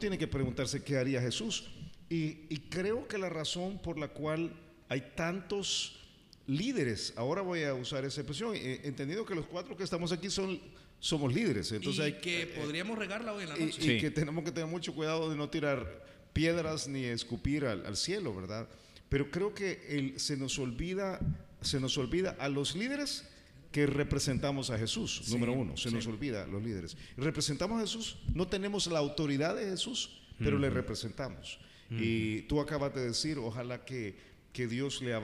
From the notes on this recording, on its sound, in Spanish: una grabación en vivo desde Paradigma